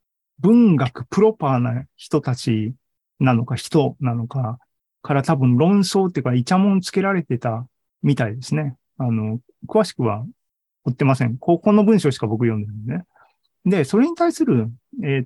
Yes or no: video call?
yes